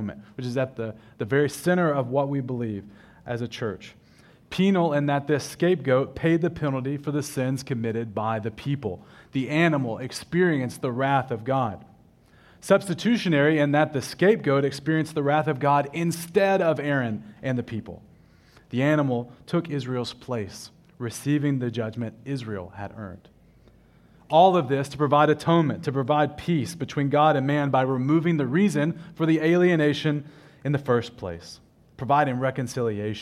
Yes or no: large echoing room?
yes